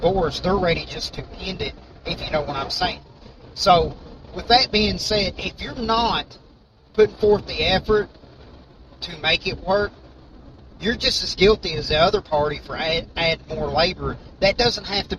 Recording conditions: background noise